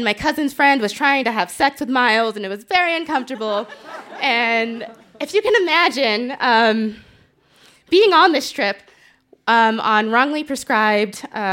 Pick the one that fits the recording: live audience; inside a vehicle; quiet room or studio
live audience